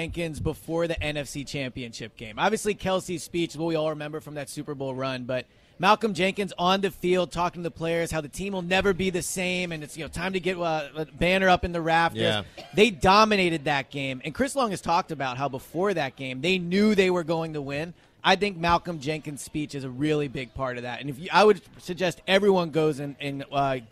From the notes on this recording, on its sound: LIVE In Sea Isle. With the WIP Morning Show.